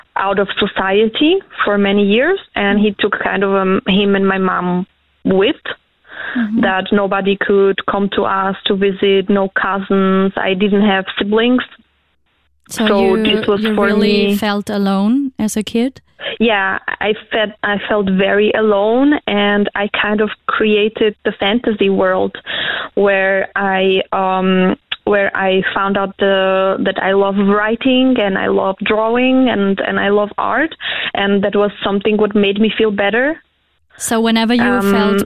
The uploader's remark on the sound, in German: Am Telefon